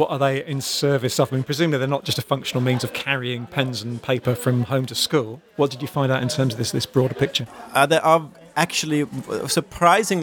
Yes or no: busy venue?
yes